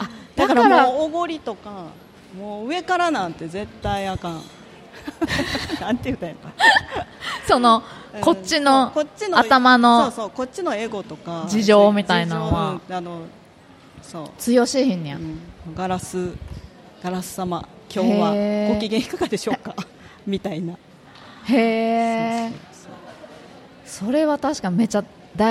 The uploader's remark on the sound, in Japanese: 楽しく公開収録。鳥取県倉吉市発。